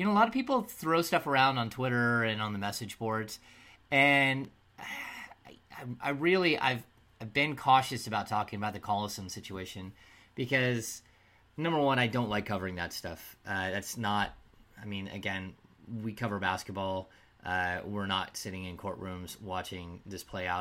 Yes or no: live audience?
no